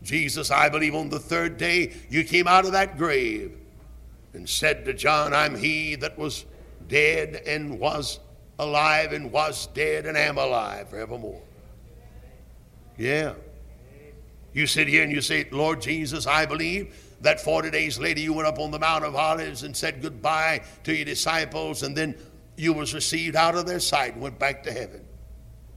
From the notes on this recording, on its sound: Originally preached at Tabernacle Baptist Church in Greenville, SC on June 24, 1973.